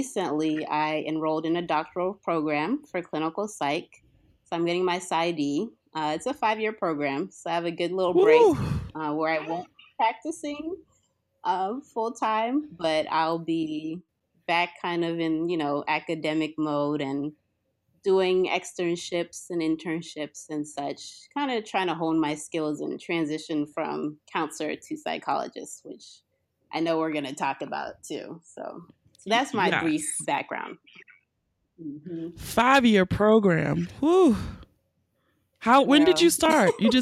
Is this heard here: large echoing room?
no